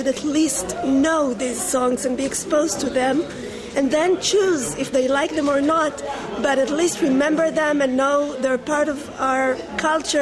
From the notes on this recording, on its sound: Interviews with many artists were conducted at the live 'Pioneers For A Cure' concert held in Tel Aviv in February, 2011.